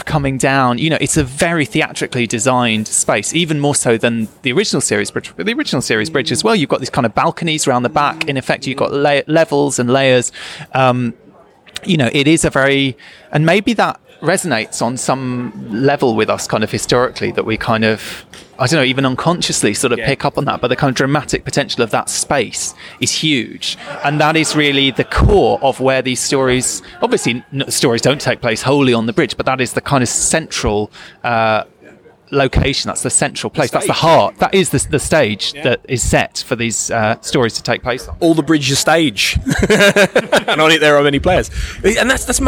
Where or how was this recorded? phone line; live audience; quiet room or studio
live audience